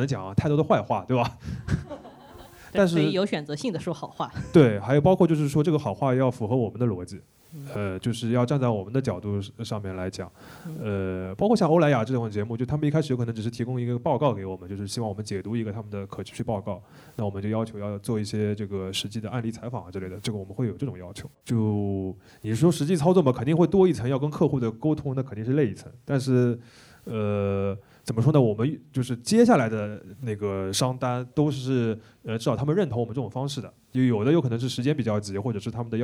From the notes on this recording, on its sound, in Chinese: 我们在北京举行了第二次听友见面会。但我们仍然决定放出一部分见面会的脱水录音。人类高质量现场问答。